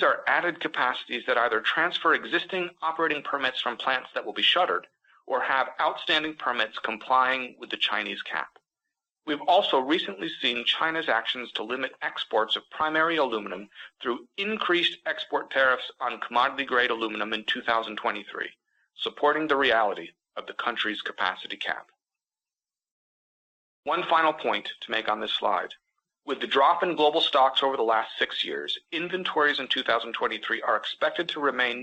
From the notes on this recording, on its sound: This week’s episode features highlights from Alcoa’s Q4 2022 conference call.